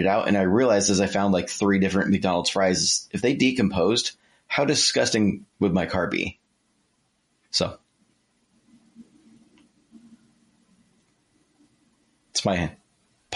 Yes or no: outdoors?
no